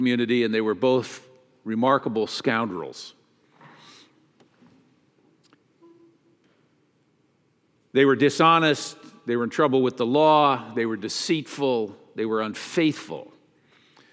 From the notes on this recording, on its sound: Message delivered during the 9 am Traditional Worship service.